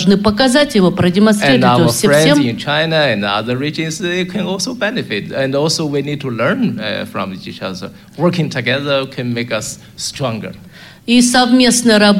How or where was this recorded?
busy venue